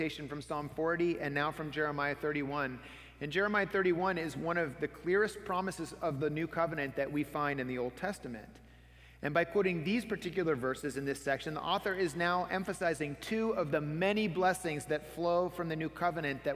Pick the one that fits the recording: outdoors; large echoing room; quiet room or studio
large echoing room